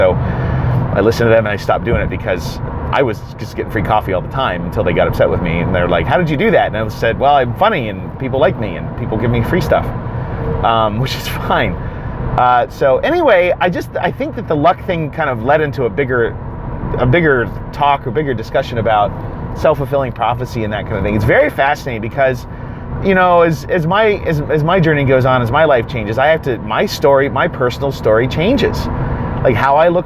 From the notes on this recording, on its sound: I wonder about a lot of things on the way to work and I am in my car… and I have a phone, so I thought I would just record some thoughts on some things I wonder about!